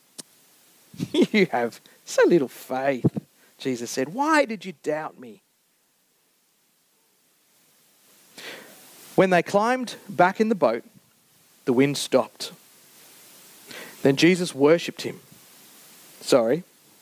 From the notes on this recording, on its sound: Recorded Live on the 9th July 2023. Geraldton Baptist Church.